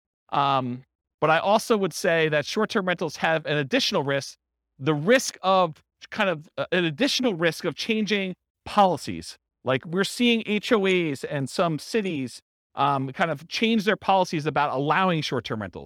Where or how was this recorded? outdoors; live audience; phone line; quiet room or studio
live audience